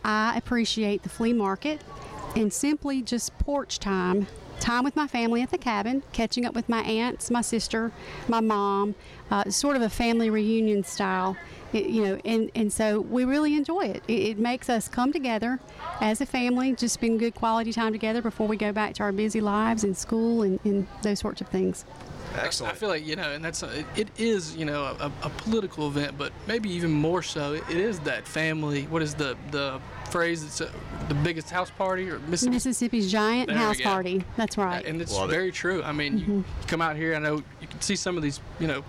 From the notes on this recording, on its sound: Joined The Extra Mile podcast on location at the Neshoba County Fair. Soundbite from Neshoba County Fair speech.